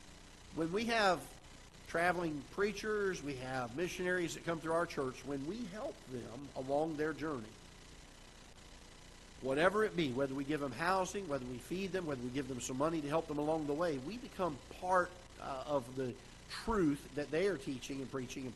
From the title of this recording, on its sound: Ketha Heights Baptist Church ~ Live Broadcast